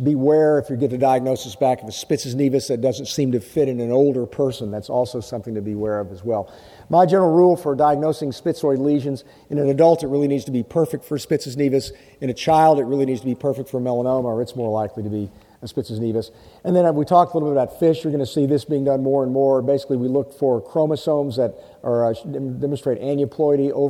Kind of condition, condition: setting, busy venue